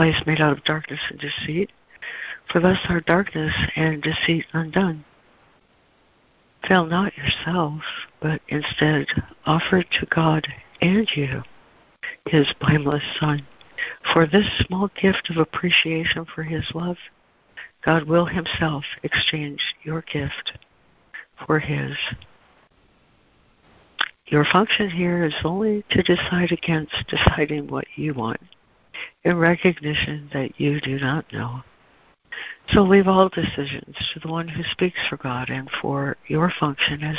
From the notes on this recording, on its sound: ACIM Daily Conference Call